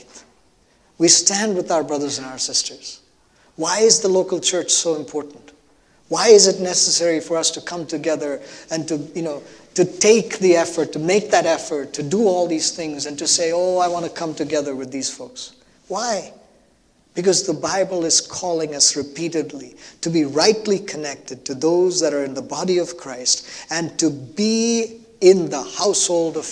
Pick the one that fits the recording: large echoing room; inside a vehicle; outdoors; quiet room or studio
large echoing room